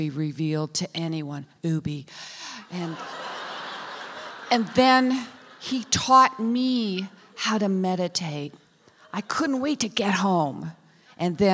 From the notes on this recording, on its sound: The Moth Live in Austin, TX